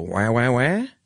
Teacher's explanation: French babies would, when they cried, I guess would go wah, wah, wah, and go up at the end. Whereas yep. · Term: go up in intonation